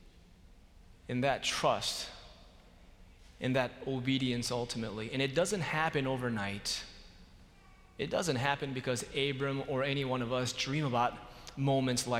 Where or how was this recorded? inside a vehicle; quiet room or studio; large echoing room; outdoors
large echoing room